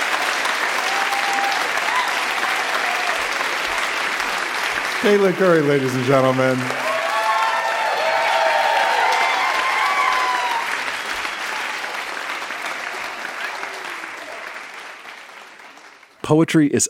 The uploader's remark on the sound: Recorded live at Market Hall Performing Arts Centre in Peterborough.